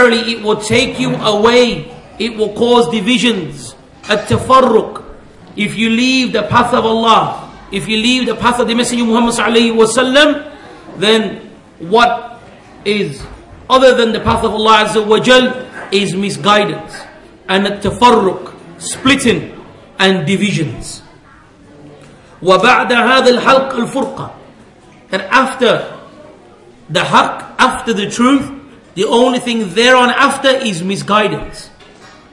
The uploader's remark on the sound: at the Leeds, The Correct Path conference